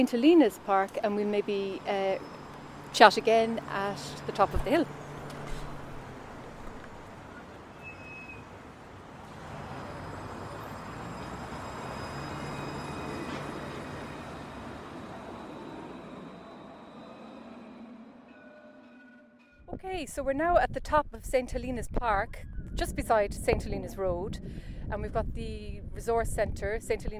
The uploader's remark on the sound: An audio journey of Luas Finglas - the proposed extension of the Luas Green Line from Broombridge to Charlestown in north Dublin - on site with members of the design team.